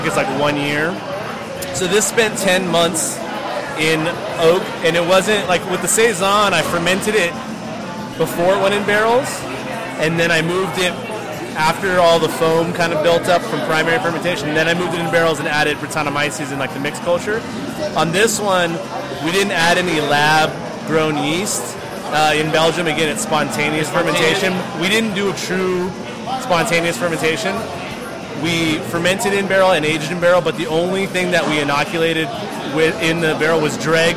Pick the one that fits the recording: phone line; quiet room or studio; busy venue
busy venue